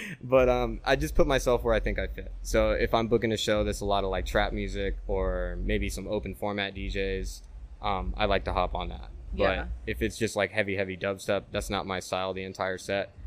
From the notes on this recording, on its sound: Recorded live at the iconic Jackpot Bar & Grill in Las Vegas